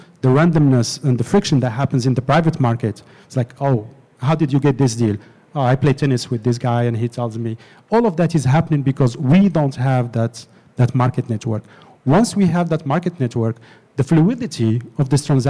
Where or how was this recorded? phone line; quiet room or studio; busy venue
busy venue